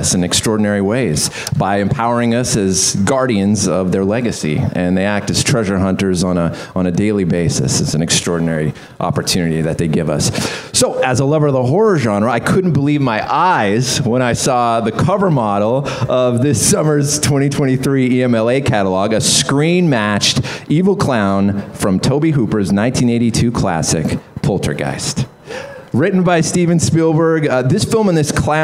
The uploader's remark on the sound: Live at Propstore.